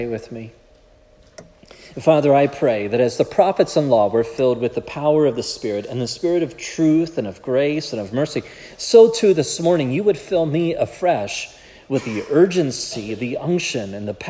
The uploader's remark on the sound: This sermon was preached at Providence Church on February 4, 2024